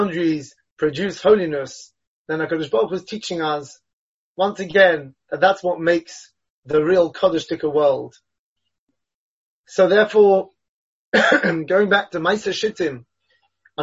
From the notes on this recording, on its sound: Delivered and recorded over Zoom.